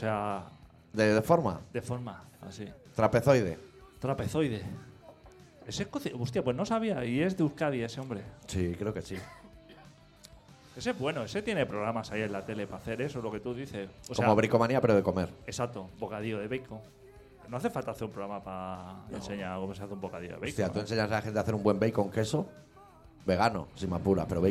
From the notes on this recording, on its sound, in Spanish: programa que grabamos en directo el pasado sábado, 9 de abril, en La Deskomunal